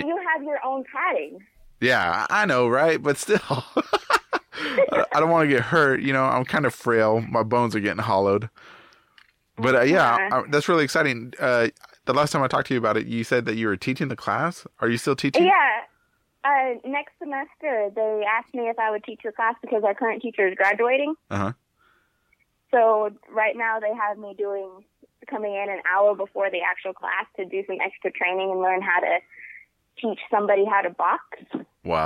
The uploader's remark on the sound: I didn’t have time to drive half way across Texas to record with him today. While on the phone.